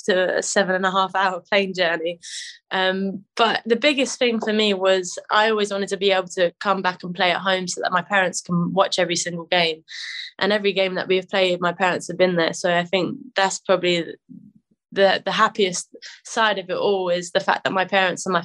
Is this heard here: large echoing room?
no